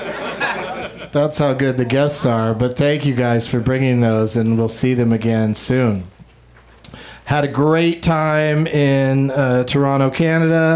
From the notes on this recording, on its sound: Live from the UCB Franklin